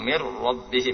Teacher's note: Cara membacanya dengan masukkan nun sukun dan tanwin tersebut dalam ra tanpa dengung sehingga menjadi huruf yang huruf ra yang bertasydid.